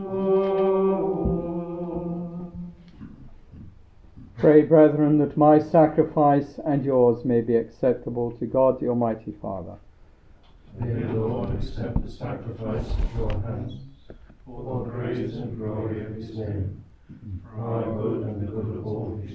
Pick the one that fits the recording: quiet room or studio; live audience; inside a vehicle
live audience